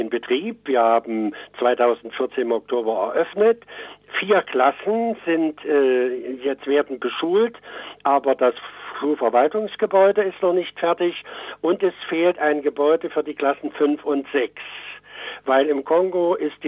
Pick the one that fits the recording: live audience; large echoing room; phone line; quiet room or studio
phone line